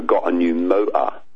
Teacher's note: It's not an alveolar T. It's kind of glottalized. It's back in the throat.